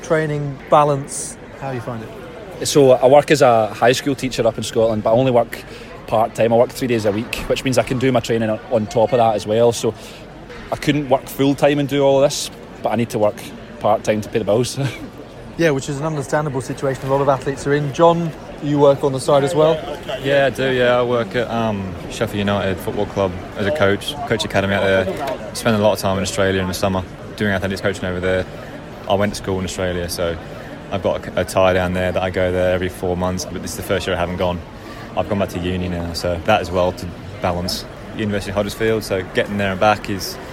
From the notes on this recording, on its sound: Recorded at the Combined Events Indoor Championships in Sheffield.